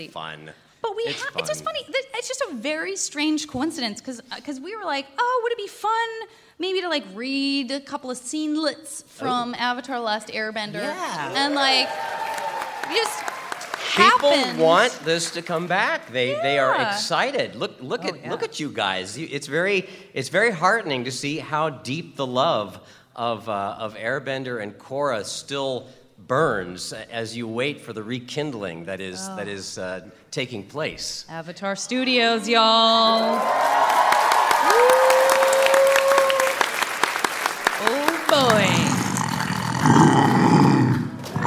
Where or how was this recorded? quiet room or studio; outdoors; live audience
live audience